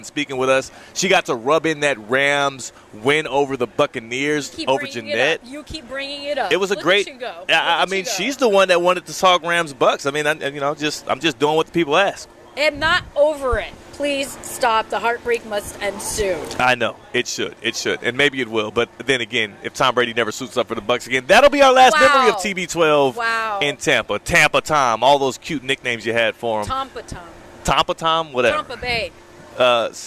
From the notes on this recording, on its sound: Live from the Gainbridge LPGA. At the Gainbridge LPGA at Boca Rio.